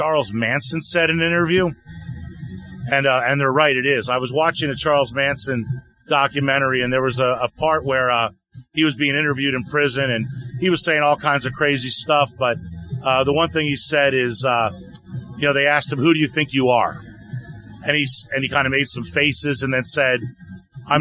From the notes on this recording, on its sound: Today as we once again record our show at The Sanford Music Festival in Sanford, Florida